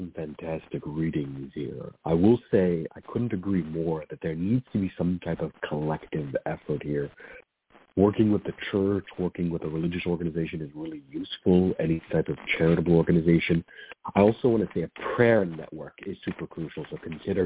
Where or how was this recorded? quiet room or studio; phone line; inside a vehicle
phone line